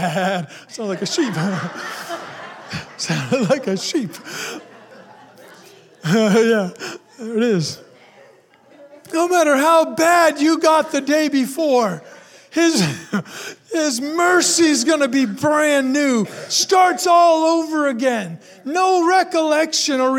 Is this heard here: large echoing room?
yes